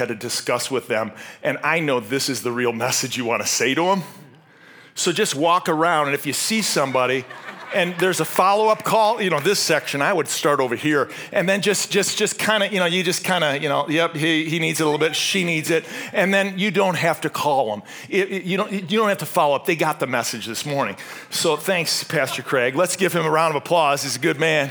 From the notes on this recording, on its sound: This message was originally preached at Highpoint Church on Sunday, August 6, 2023